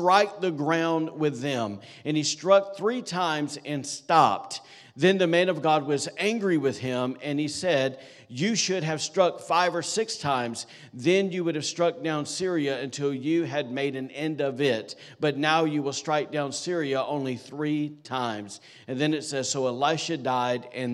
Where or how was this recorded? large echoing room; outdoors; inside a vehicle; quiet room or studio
large echoing room